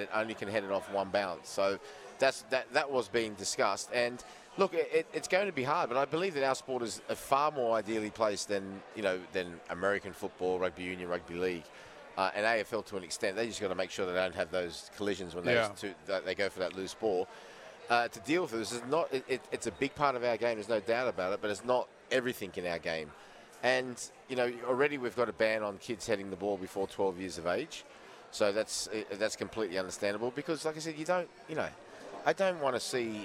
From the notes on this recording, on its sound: live from Wahlburgers in Circular Quay